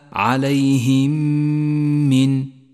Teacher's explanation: ثم لاحظ بعدها النون الخضراء المشددة، هي خضراء لأنها تحتاج إلى غنة زمنها حركتان، تقرأ هكذا من، يأتي بعد ذلك الإدغام الشفوي عند قوله تعالى عليهم من، ميم ساكنة جاءت بعدها ميم متحركة، تدغم الميمان وتصيران ميما واحدة مشددة نقف عندها بغنة زمنها حركة